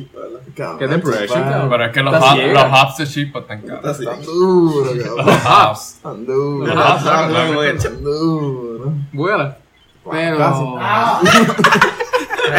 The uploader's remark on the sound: In my final episode recorded in P.R, I'm joined by my bros. Sorry for the clipping.